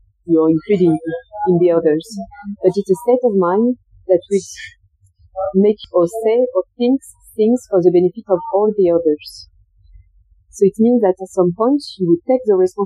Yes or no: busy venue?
yes